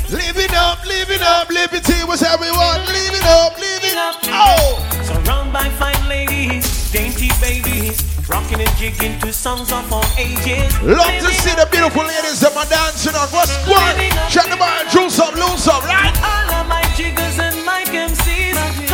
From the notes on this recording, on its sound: Live Audio segment from the event